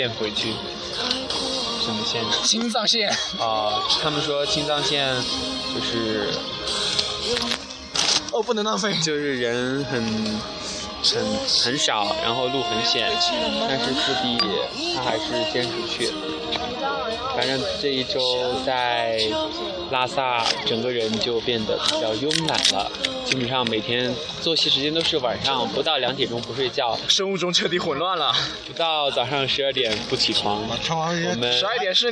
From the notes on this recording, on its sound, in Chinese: 西藏行 布达拉宫广场露天现场直播。